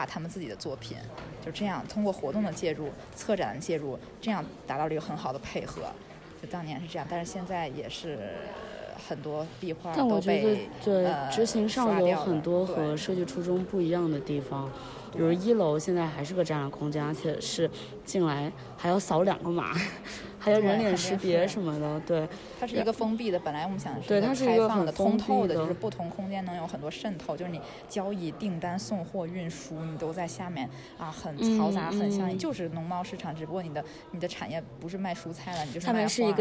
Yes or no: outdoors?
yes